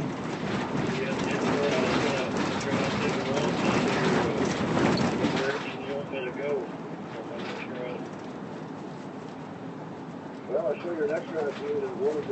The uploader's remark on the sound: An april 6 2013 recording on a metro bus. Recording on a metro bus, of a driver and passenger talkging about football.